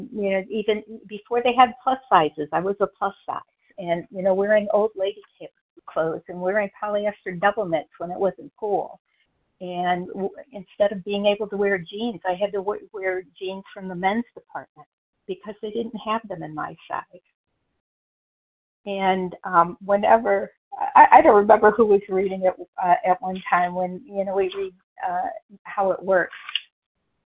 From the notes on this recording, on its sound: From the 100 Pounders Phone Meeting, 8/14/23.